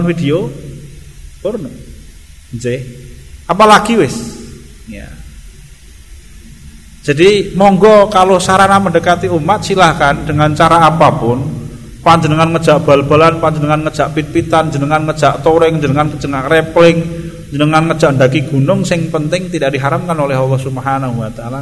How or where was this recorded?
large echoing room